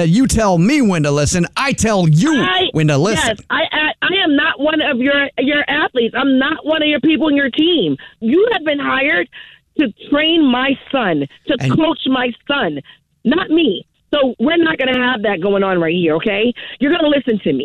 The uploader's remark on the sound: Phone Prank!